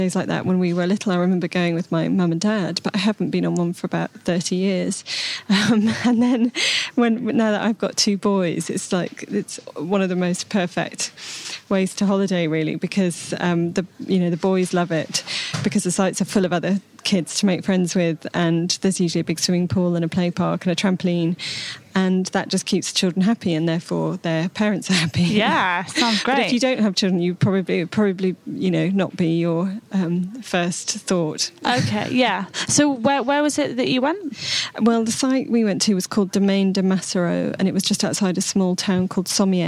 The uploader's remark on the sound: at the super-foodie Wilderness festival in Oxfordshire